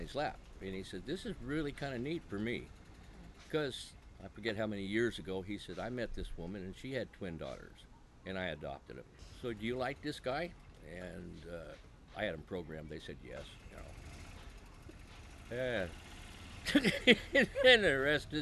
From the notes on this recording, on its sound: outside of their 5th wheel in Birch Bay, WA